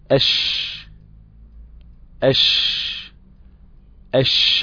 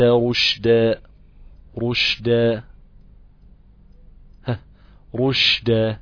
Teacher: معناها الاصطلاحي عند القراء انتشار خروج الريح بين اللسان والحنك الاعلى، انتشار خروج الريح عند النطق بحرف الشين سواء كان ساكنا او متحركا. وسميت الشين متفشية لانتشار الريح في الفم عند النطق بها حيث تصل بمخرج الظاء · Term: صفة التفشي